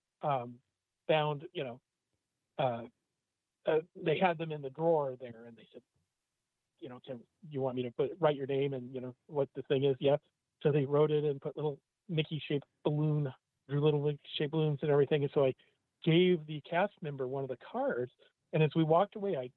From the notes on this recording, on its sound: This is the Live Call-in Show from this past Sunday night, April 23, 2023!